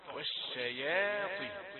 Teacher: الياء رقيقة والشين كذلك لا تتأثر بالطاء